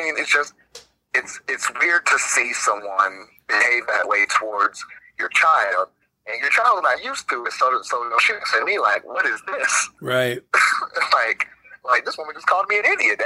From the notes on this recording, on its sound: Take a phone call from an upset parent.